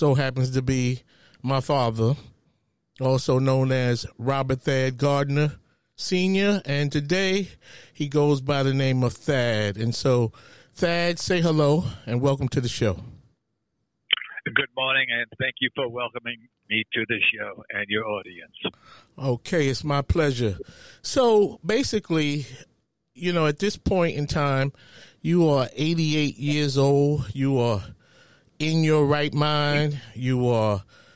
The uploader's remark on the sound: Telephone Interview